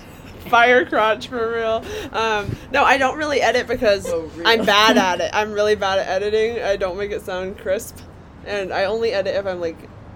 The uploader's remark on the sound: To an actual smoking porch. Expect lots of ambient sounds, wheeze laughs, drunken innuendo.